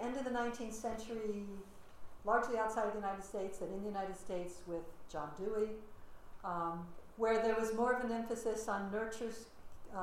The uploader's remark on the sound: Audio recording of a lecture. As part of the Graduate Institute Summer Lecture Series.